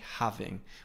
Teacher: We don't pronounce the G strongly at the end. So we don't say having, we say having.